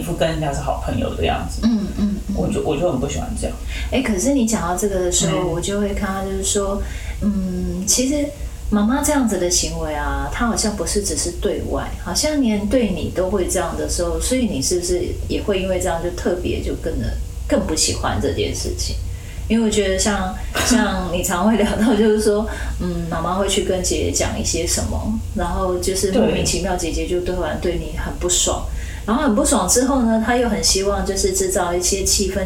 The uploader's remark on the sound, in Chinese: 本集錄音出現差錯，導致音質下降還請見諒